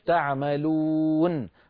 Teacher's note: لأن تعريف المد العارض للسكون هو يأتي حرف المد وبعده حرف ساكن سكونا عارضا، نقول تعملون، لما نقف تعملون، فبعد الواو الممدودة حرف واحد وهو النون، نون مفتوحة تعملون، فلما وقفنا سكنت النون فصار الوقف تعملون، هذا هو المد العارض للسكون